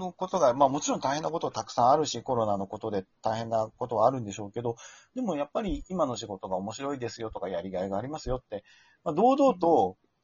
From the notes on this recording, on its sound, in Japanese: リモート収録なので本人の姿は見ていないけれど。6分49秒から数秒間、通信エラーによる無音があります。リモート収録機能により、各々の自宅からトークに参加できます。